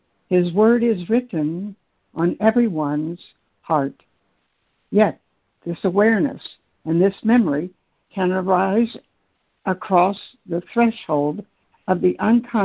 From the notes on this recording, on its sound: ACIM Daily Conference Call